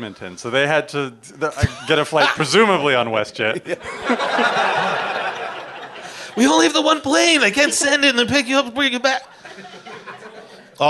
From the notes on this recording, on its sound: Recorded live at Winterruption Edmonton.